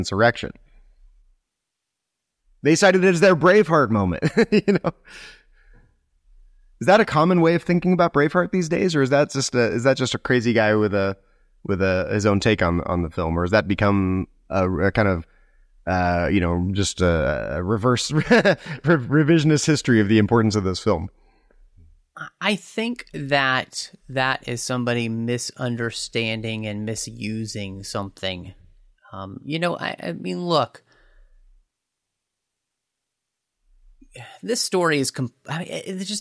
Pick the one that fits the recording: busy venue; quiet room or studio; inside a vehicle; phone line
quiet room or studio